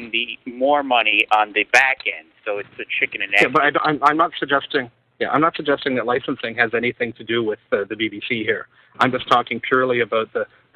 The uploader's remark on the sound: With live listener feedback. Recorded live on the net via TalkShoe on Sunday, 29th of April 2007.